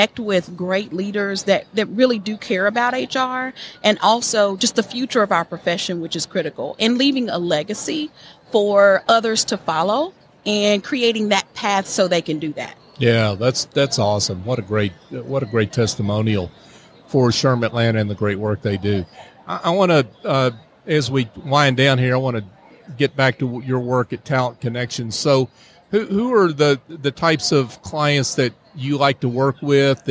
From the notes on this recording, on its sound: LIVE from SOAHR 2023